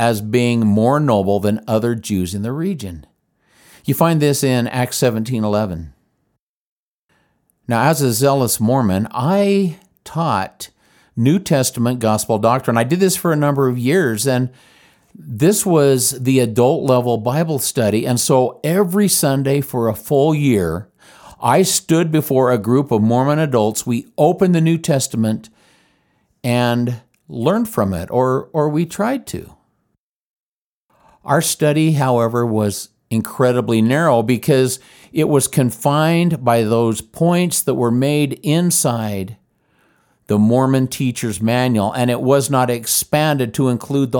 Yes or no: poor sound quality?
no